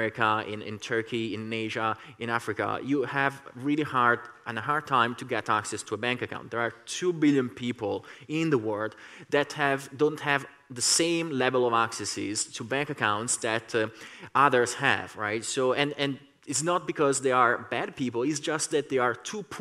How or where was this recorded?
busy venue